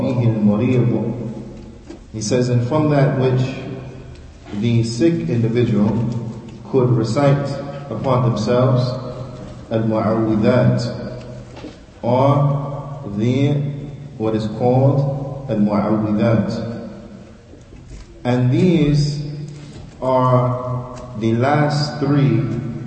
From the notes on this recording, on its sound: Lecture given at Masjid Nur Allah, Queens, NY